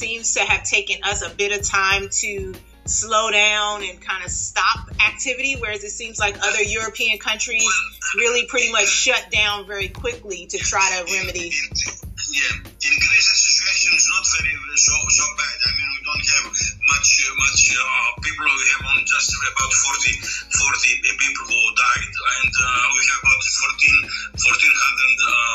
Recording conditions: video call